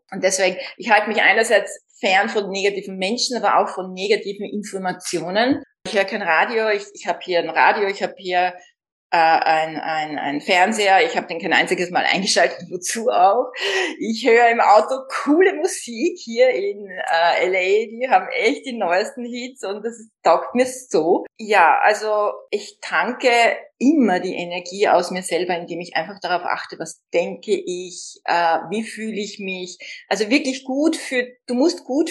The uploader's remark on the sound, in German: Ein Insta Live aus Kalifornien!